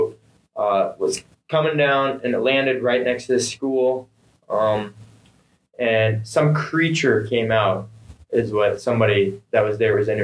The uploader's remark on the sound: This episode may be some terrible audio quality. We had lots of audio troubles.